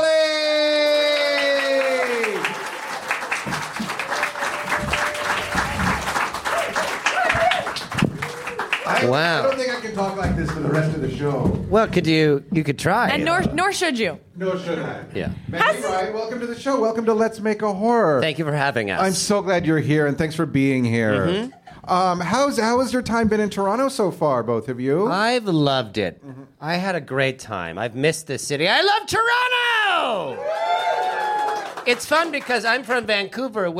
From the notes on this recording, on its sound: Perform a live version of the podcast. At Comedy Bar as part of the Just for Laughs Toronto comedy festival.